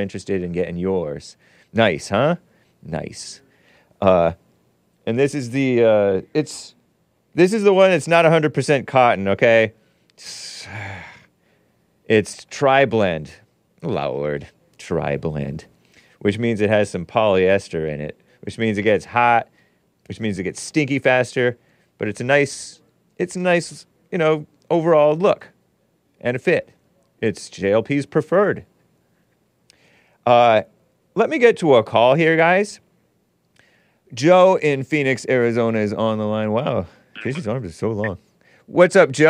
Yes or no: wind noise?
no